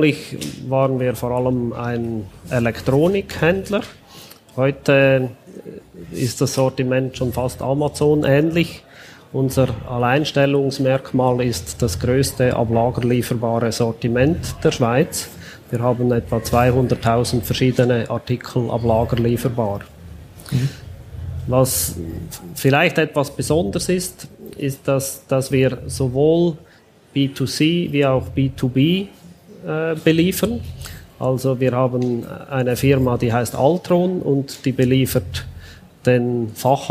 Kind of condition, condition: setting, busy venue